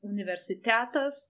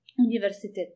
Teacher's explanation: And if you say you are at university, you change the "us" ending to "e," universitete. You also change the stress position to the last syllable. · Shown in: second take